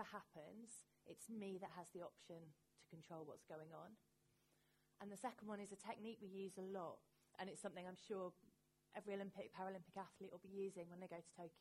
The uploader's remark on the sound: This is a live recording of Science and Running, which took place at the Science Museum on 27 March 2019.